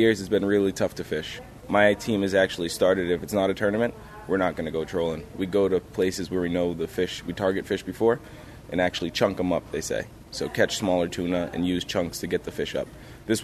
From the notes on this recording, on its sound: when I was given the chance to tour a vintage tugboat, I grabbed my microphone and jumped on board.